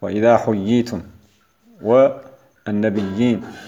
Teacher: وكذلك كمد الياء المشددة المكسورة بياء ساكنة، نحو وإذا حييتم، والنبيين، فهو مد تمكين لتمكن المد فيه بسبب الشدة.